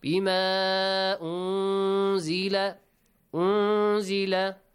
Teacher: We should hide the sound of the noon or the tanween. · Term: ikhfa